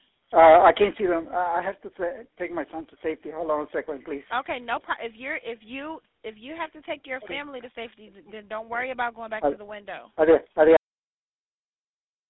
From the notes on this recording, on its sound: Anonymous neighbor 911 call in Sheats case by BuzzFeed.